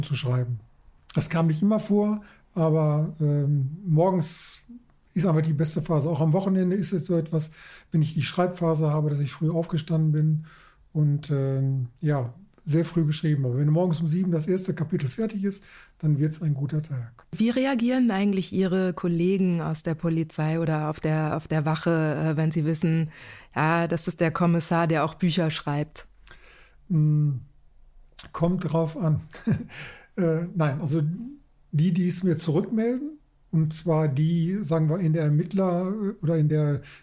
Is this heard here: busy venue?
no